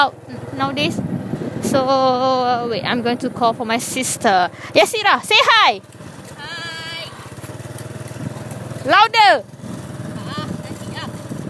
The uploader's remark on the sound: Sorry listeners I'm on motorcycle during the recording.